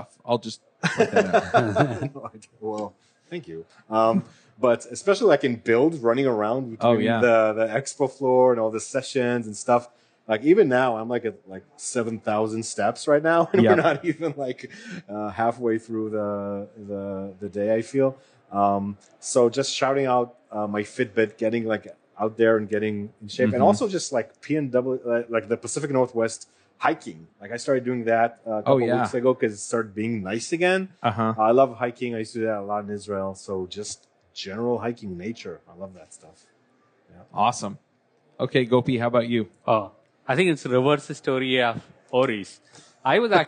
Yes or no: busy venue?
yes